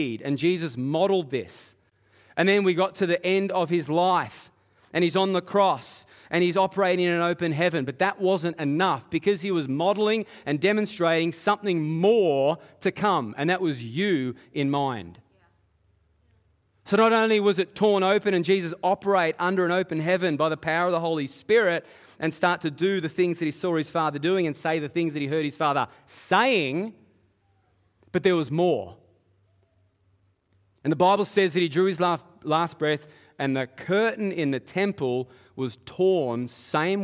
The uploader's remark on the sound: Live at Echo Church Melbourne.